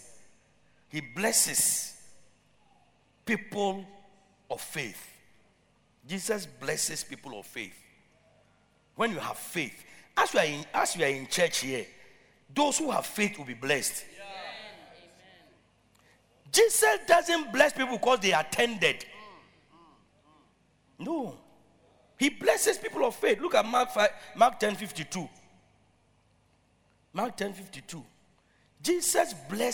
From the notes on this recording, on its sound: Preached at Loyalty House, Abbey, Dahwenya